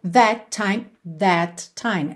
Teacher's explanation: that time, é claro que juntou num som só